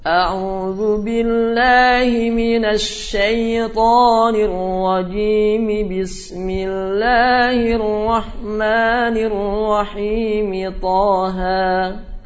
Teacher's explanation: Yang kedua, menyambung keseluruhannya, yaitu ta'awudz, basmalah dan awal surat dengan satu nafas · Term: Wasul jami